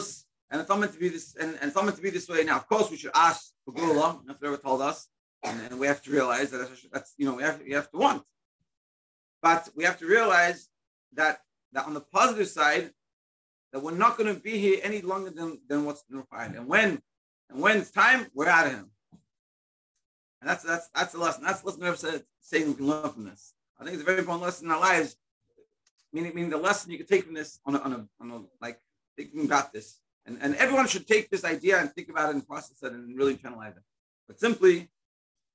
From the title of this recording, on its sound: Daily Zoom Shiur